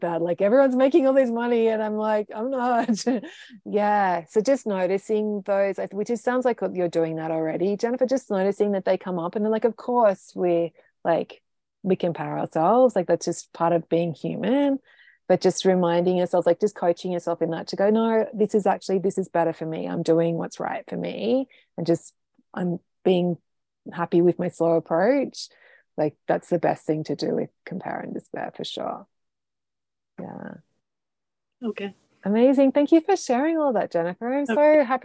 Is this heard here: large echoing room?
no